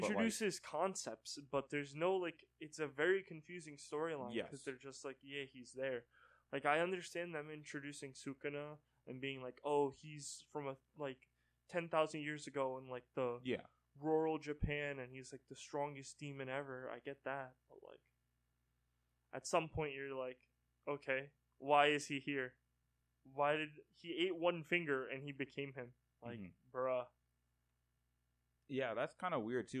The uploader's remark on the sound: Warning this audio is bad